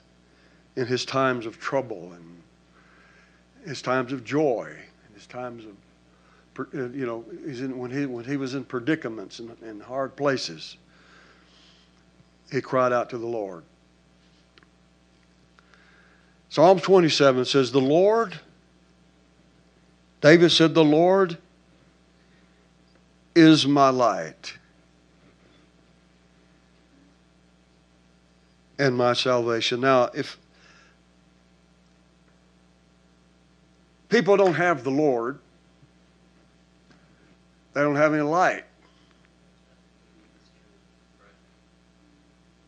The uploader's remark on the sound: recorded at Household of Faith Church in Benton, Arkansas.